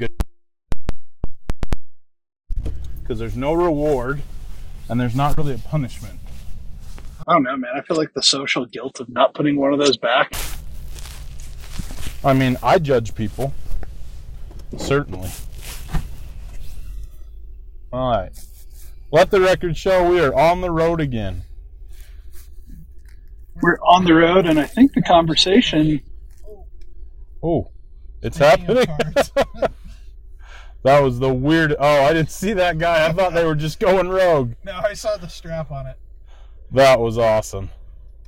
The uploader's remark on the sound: The audio in this episode is less than amazing